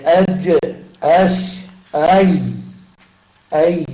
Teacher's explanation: وسط اللسان فيه الحروف الشجرية اللي هي الجيم والشين والياء غير المادية